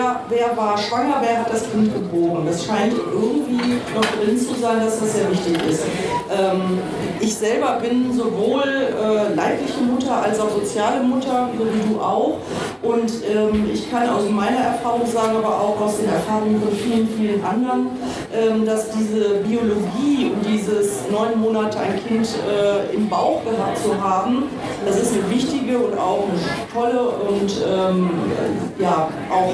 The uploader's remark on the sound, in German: Live auf der Bühne.